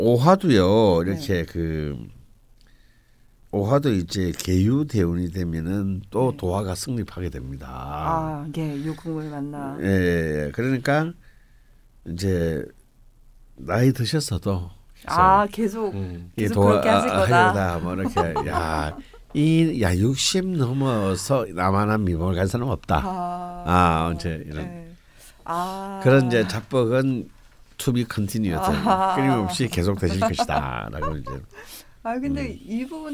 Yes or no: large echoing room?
no